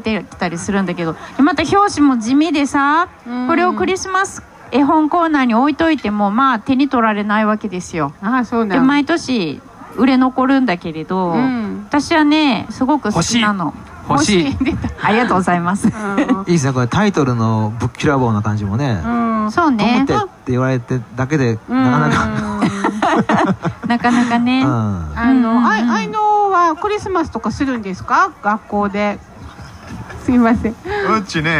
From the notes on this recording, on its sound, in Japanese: 1周年記念公開収録。京都ファーマーズマーケット会場にて公開収録しました。